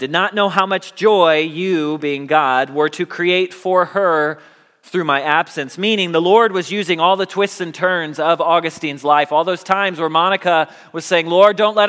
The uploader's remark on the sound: Message Preached at Valley Creek Church